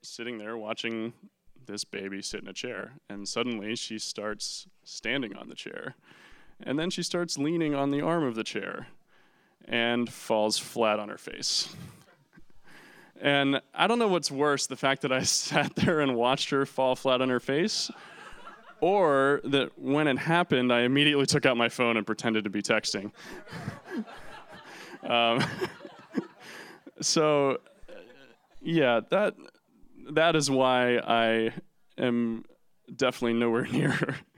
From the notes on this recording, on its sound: Story Slam 2015. For Detours' second live storytelling event, "Story Slam". Performed live standup comedy.